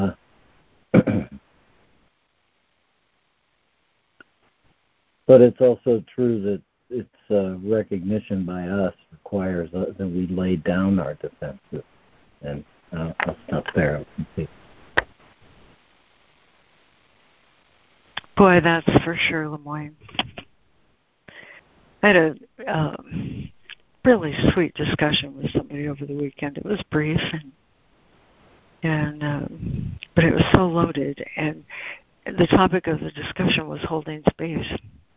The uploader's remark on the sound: ACIM Daily Conference Call.